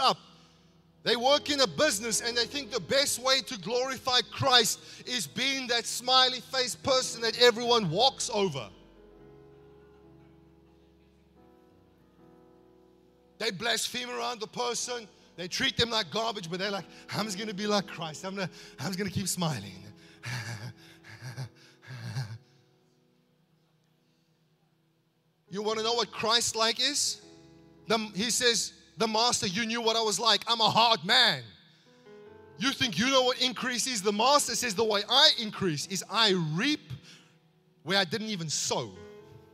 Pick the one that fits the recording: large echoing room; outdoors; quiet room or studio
large echoing room